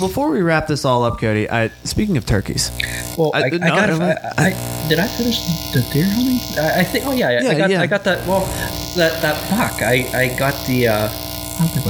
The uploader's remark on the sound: My new microphone kept buzzing a lot, so I apologize for the audio.